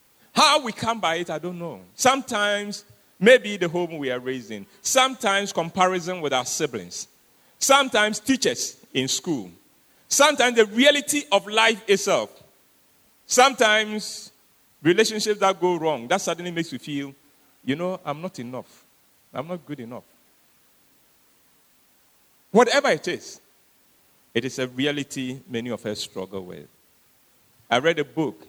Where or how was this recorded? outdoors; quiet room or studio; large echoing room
large echoing room